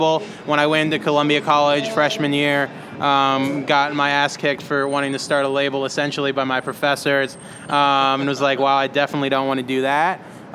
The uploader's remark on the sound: Recorded at SXSW 2016 for Illinois Entertainer, Chicago Inno, #ChicagoMade, and Dynasty Podcasts.